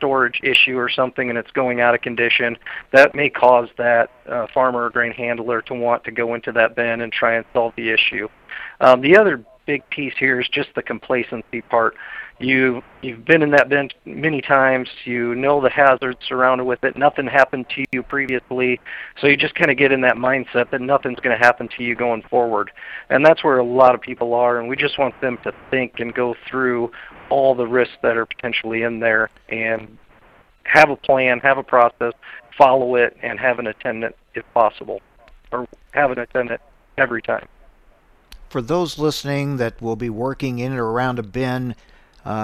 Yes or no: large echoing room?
no